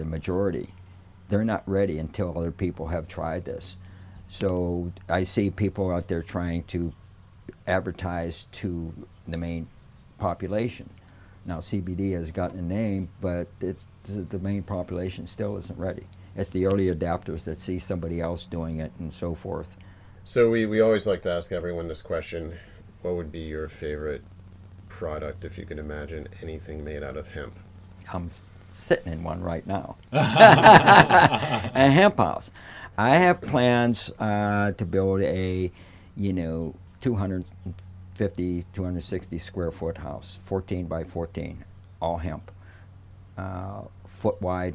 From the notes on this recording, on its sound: Recorder live in the “Hemp House on Wheels” in Blandon PA for the “Hemp Entrepreneur Podcast”.